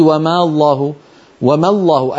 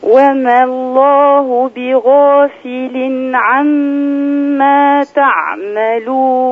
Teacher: يعني لا تمدي الألف، لا تقولي وما الله وما الله. الألف تسقط من اللفظ لالتقاء الساكنين · Shown in: second take